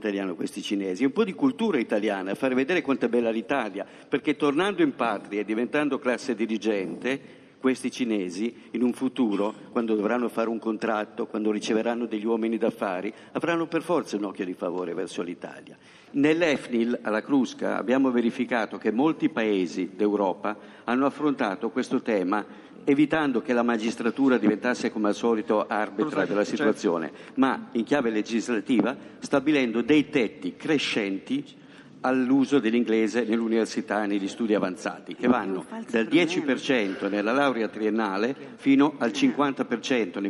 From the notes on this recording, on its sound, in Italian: Speciale Stati Generali a Firenze. Dal teatro della Pergola.